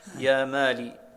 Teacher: يا مالي بغير كاف مع كسر اللام · Term: الترخيم